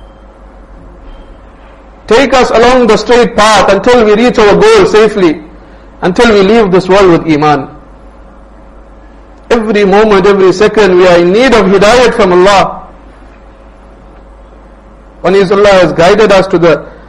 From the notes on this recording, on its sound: Jumuah lecture at Rockford Musalla.